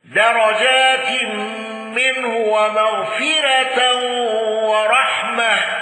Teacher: خلاد بإمالة تاء التأنيث واندرج معه الكسائي